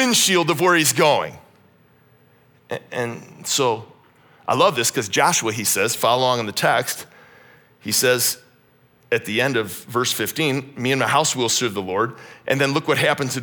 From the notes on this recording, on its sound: This message was originally preached at Highpoint Church on Sunday, April 2, 2023.